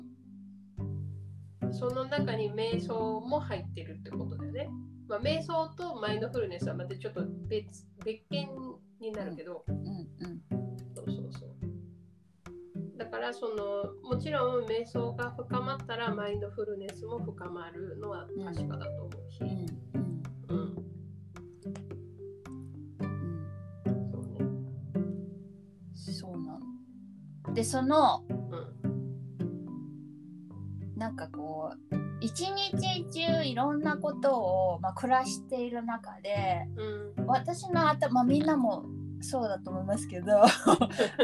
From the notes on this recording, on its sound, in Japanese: 初回のためボリューム調整もままならず、お聞き苦しい点もありますが